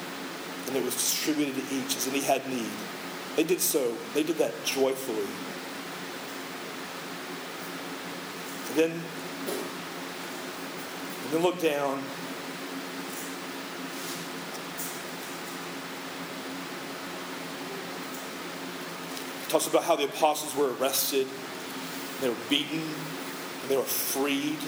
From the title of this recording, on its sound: poor audio